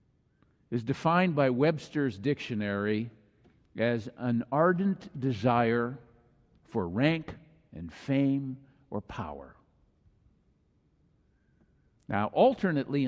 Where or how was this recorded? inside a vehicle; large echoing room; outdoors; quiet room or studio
large echoing room